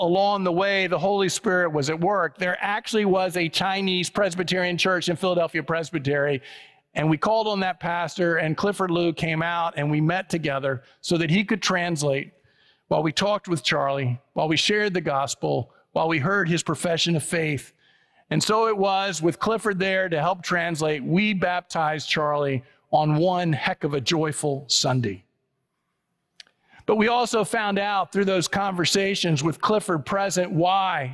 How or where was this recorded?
large echoing room